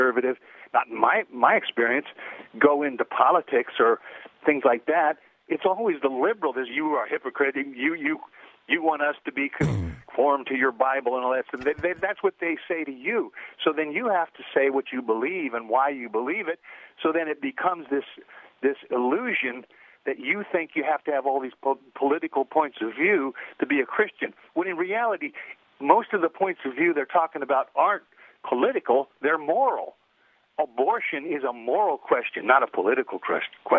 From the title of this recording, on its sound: Open Phone Friday